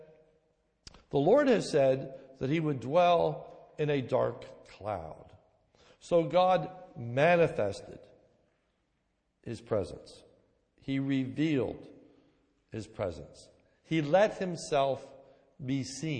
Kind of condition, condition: setting, large echoing room